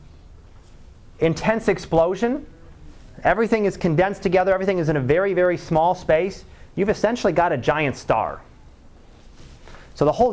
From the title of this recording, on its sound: Live Class Lecture